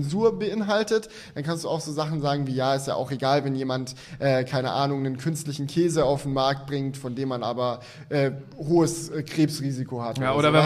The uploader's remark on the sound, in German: Zum ersten Mal vor Live-Publikum! (Aufzeichnung). Haben wir uns zum ersten mal vor ein Live-Publikum gewagt und gemeinsam mit euch das Theater K in Aachen gerockt.